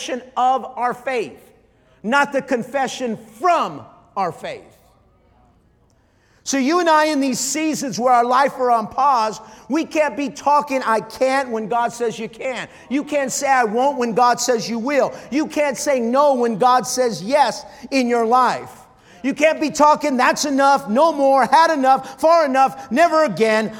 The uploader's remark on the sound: Night 4 | Life Church Conference